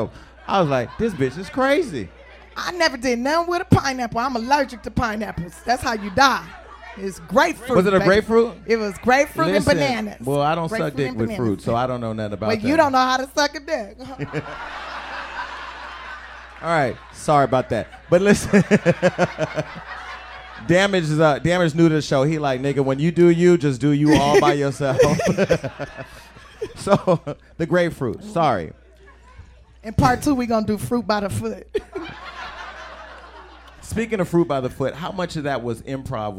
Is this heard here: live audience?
yes